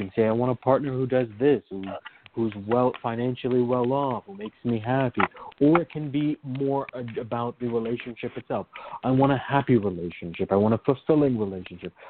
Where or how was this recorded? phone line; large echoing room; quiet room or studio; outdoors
phone line